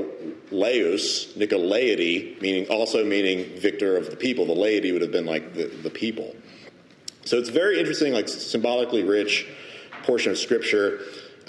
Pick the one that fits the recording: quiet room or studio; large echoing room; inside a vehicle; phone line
large echoing room